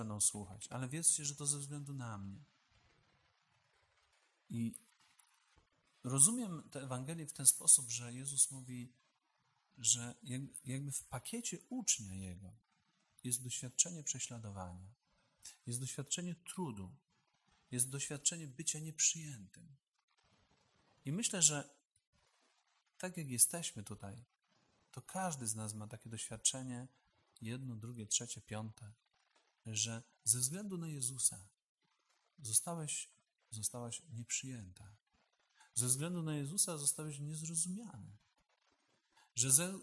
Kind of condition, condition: setting, large echoing room